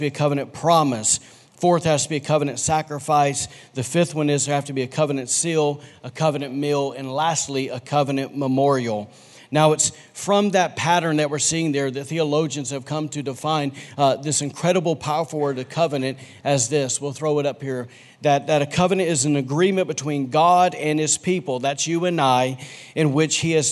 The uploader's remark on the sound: recorded on Sunday, February 23, 2020, during service at The Anchor Church in Rockport, Maine